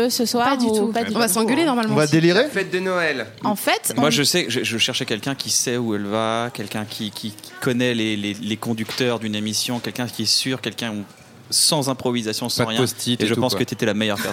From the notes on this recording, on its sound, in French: Enregistré le 05 décembre 2018 au Pavillon des Canaux (39 Quai de la Loire, Paris 19e).